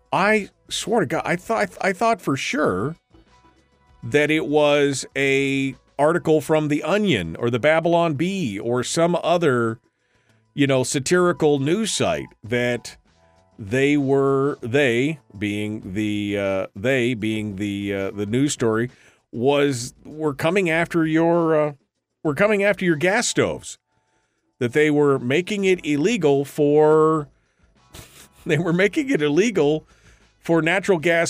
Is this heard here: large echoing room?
no